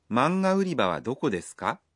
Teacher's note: This sentence is a question with か at the end, so be sure to say it with a rising intonation.